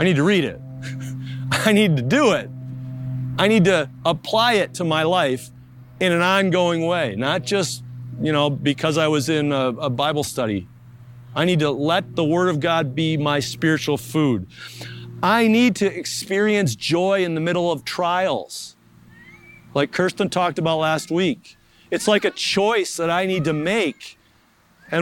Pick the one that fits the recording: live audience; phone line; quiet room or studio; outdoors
outdoors